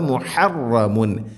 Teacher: മുഹ ഹ തൊണ്ടയുടെ മധ്യഭാഗം, മുഹറമല്ല, മുഹറമുൻ അലൈക്കും, തൻവീന് ശേഷം അയിനുണ്ട് ഇവിടെ, മുഹറമുൻ ഇദ്ഹാർ ചെയ്യണം, വെളിവാക്കി ഉച്ചരിക്കണം.